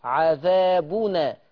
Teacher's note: ليه نون التنوين مفتوحة؟ عشان كانت الهمزة مفتوحة مش باخد حركتها · Term: نقل